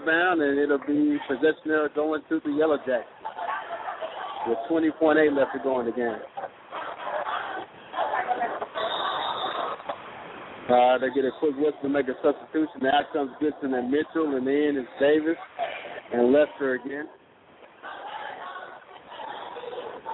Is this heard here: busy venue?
yes